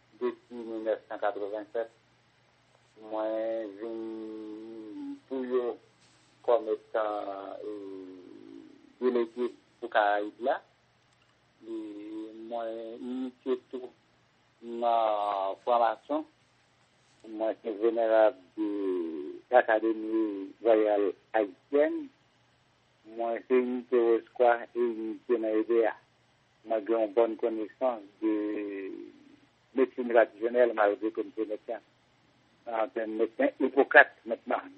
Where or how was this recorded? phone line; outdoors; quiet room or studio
phone line